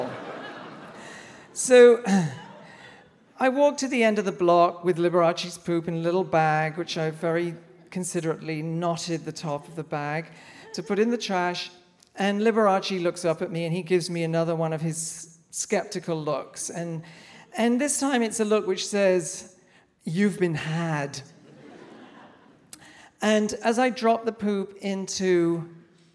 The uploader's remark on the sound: Live at Town Hall, New York